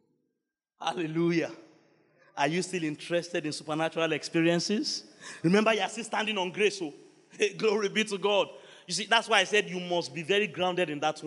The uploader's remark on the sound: Wednesday Service. By Kingsword Ikeja.